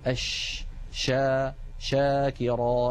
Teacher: التفشي هو انتشار صوت الشين من مخرجه حتى يصطدم بالصفحة الداخلية للأسنان العليا، والرسمة التي على الجهة اليمنى من اللوحة تبين كيف أن مبدأ صوت الشين هو من وسط اللسان ثم يصطدم ذلك الصوت بالأسنان العليا من الداخل، فيحدث هذا الانتشار للصوت الذي يعطي الشين مذاقا خاصا وقوة في السمع.